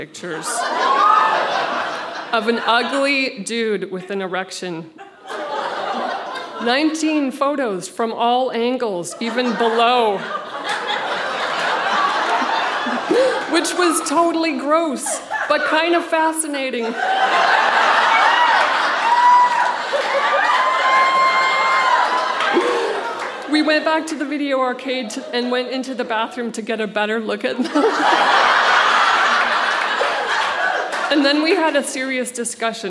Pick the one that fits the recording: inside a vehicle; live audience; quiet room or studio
live audience